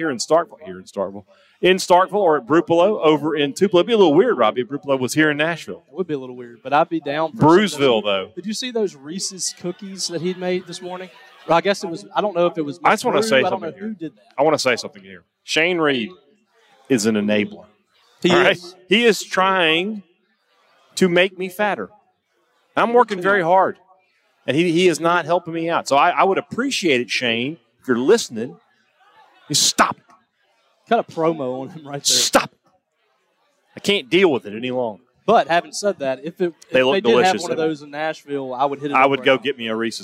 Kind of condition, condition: setting, busy venue